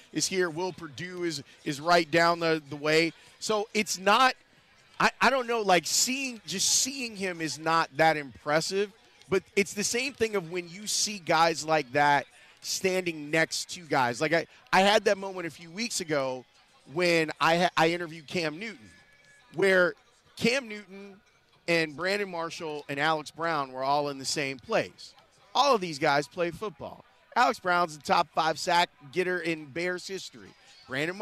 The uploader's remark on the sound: live from the United Center